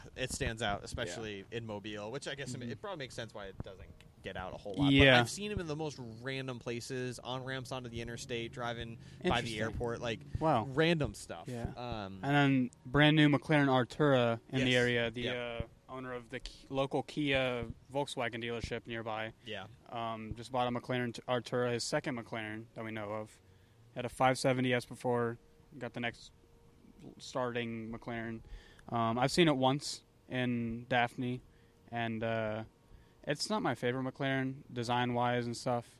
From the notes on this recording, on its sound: This episode was recorded at a "New event" I am trying to start. Call it an informal gathering of enthusiasts.